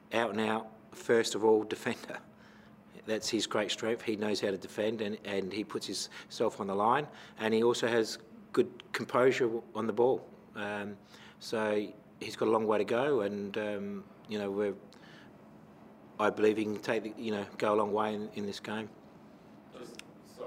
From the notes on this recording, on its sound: Post-Match Press Conference | Adelaide United v Macarthur FC.